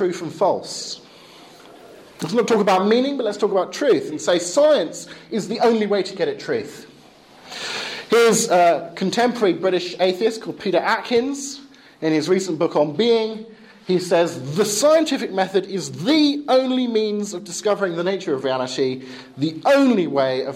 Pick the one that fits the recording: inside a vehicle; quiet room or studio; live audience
live audience